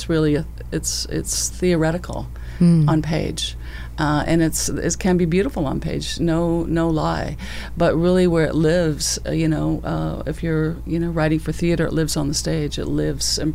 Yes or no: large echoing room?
no